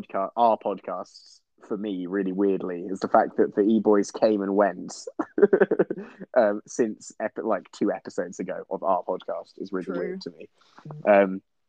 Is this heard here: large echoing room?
no